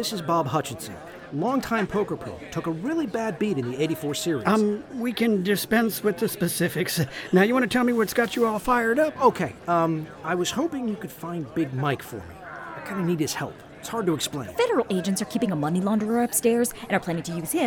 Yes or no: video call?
no